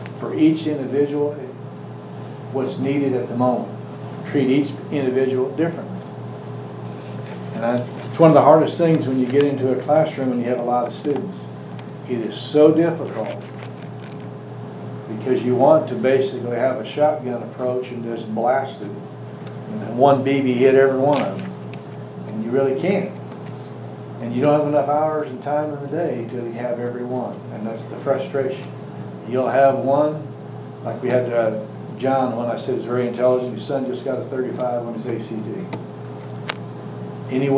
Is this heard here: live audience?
yes